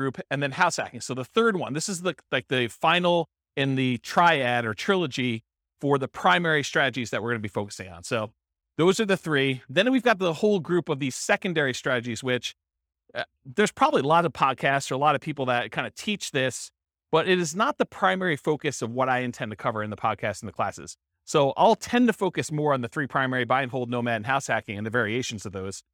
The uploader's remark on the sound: This was a live class recorded